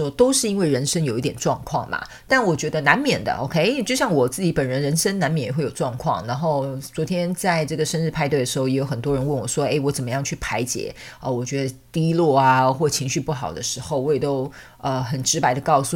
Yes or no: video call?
no